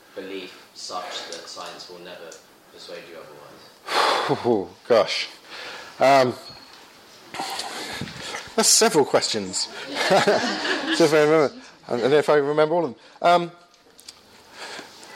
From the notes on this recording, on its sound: Lecture with Q&A, delivered at a DNA training day in London, 28th April, 2015.